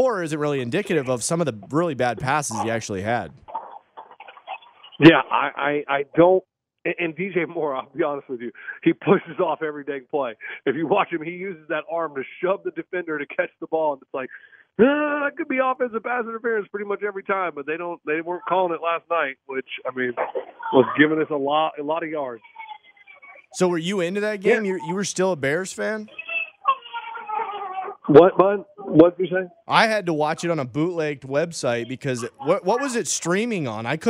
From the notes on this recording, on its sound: Is still out sick still so he he has to call in from his front porch once again.